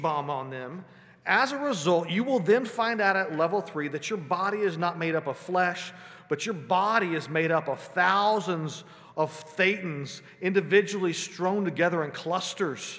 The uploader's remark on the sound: Sunday Worship Service - Live stream.